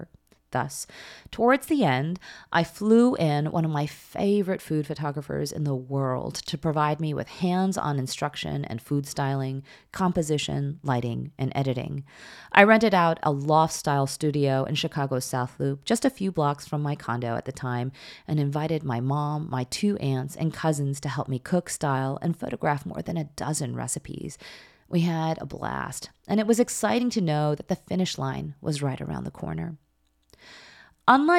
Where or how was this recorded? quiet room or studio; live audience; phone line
quiet room or studio